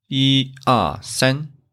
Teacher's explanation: when E is used in a sequence, in an order, it stay first tone